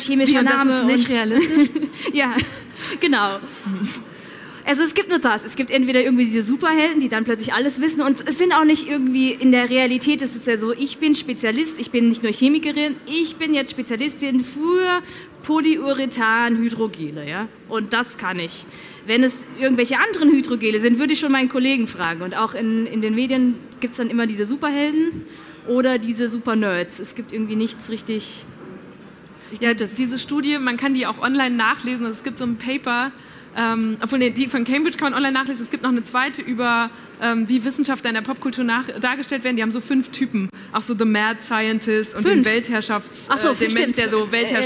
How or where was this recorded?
live audience